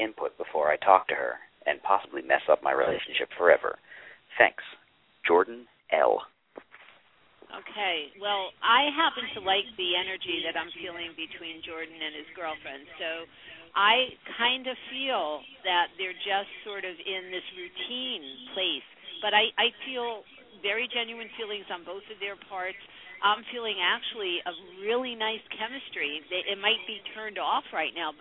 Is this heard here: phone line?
yes